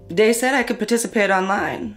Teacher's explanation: using something like a D sound for where you see a written TH, so dat for that.